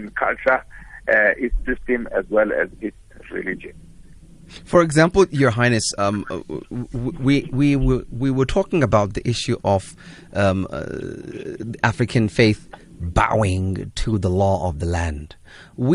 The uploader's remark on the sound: Guest on the phone